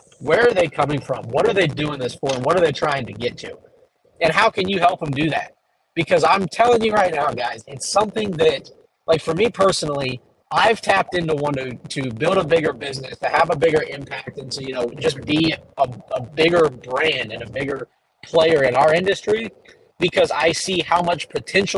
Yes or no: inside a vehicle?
yes